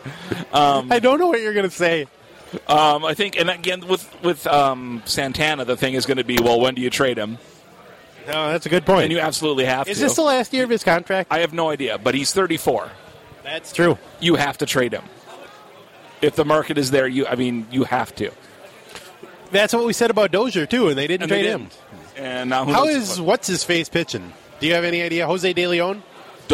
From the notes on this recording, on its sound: meet up at Surly